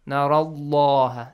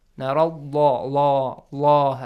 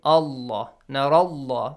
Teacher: If the previous sound or the previous harakat on the previous letter is a fatha or a dhamma, the word, the lam of the word Allah is pronounced heavily · Term: heavy sound